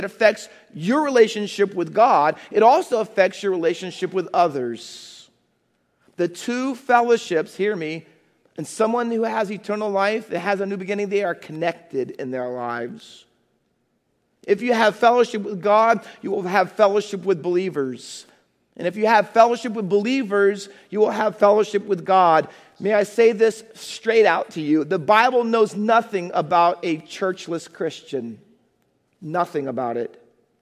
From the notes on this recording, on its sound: Faith Baptist Church in Hamilton, NJ.